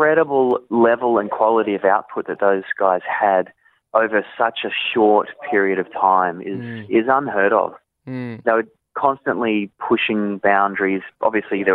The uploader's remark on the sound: jumped on the phone for a chat